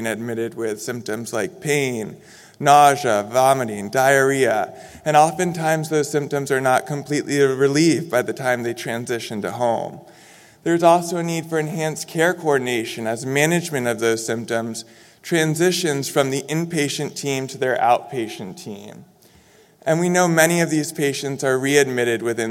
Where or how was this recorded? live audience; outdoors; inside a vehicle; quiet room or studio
live audience